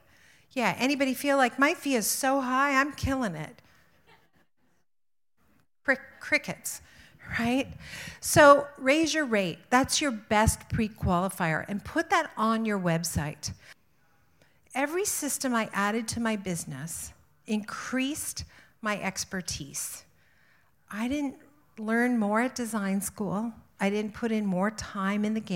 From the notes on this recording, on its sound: Live at IDS Toronto. Spoke to a sold-out crowd.